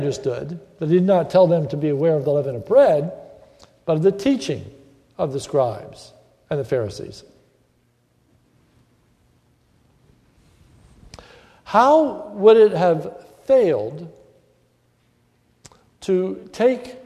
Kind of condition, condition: setting, large echoing room